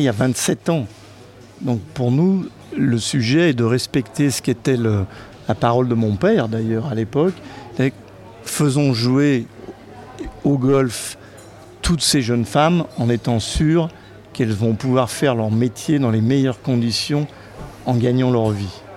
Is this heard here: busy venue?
yes